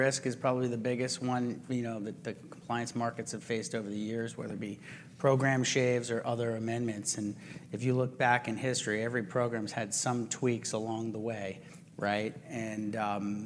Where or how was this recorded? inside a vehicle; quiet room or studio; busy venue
busy venue